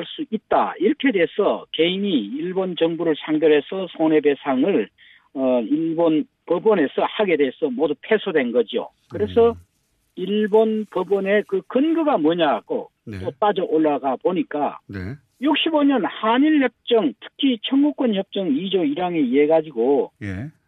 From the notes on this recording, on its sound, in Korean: 전화연결